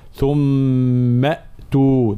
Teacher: نمر من الميم المفتوحة المشددة إلى الهمزة الساكنة